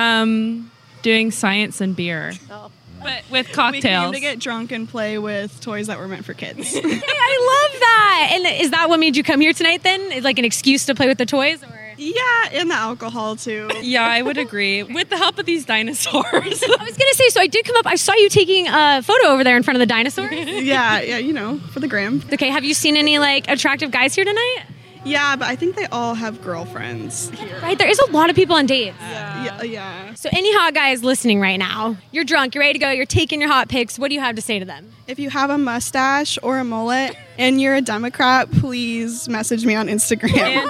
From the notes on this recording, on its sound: Whatcha Doin At Science & Beer Night. Live 95.5.